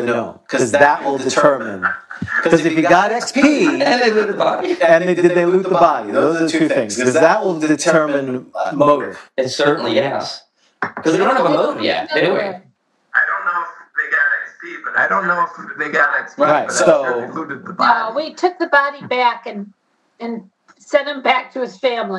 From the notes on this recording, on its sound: The audio was unfortunately not as great as we would have liked (through no fault of our guests, this error was on our side).